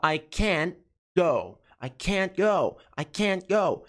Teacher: Você só dá a pausa. Você faz a boquinha do T ali, ó. Mas você não pronuncia o T.